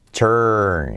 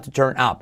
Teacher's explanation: Cuidado la R que se come la vocal